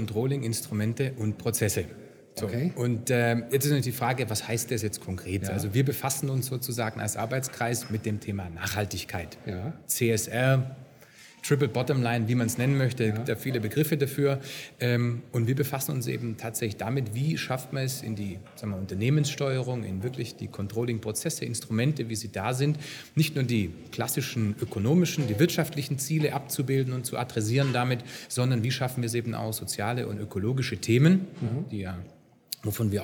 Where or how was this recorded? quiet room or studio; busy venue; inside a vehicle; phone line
busy venue